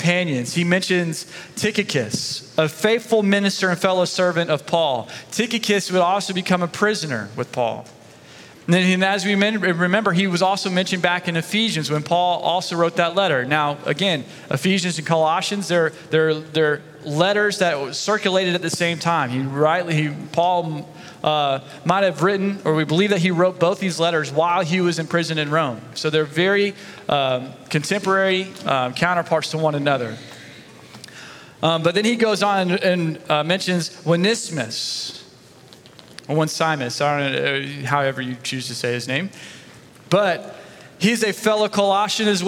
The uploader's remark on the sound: Sunday Message recorded 25 September 2023